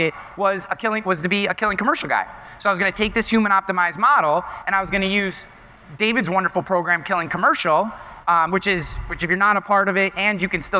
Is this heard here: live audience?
yes